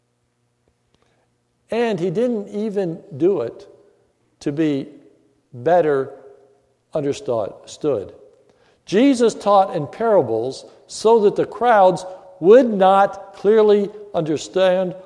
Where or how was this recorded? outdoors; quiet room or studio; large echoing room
large echoing room